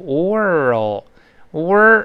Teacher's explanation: 先勾舌，再发那个 o 的音